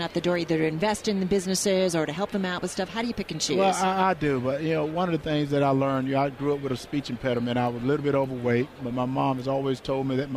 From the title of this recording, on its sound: From Radio Row in Atlanta